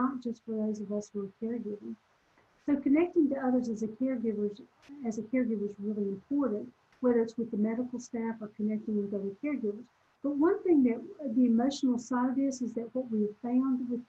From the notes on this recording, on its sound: This recording is from a Zoom presentation